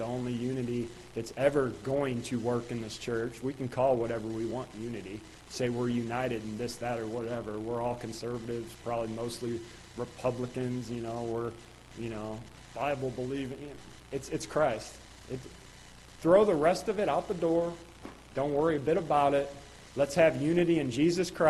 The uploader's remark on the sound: Ketha Heights Baptist Church ~ Live Broadcast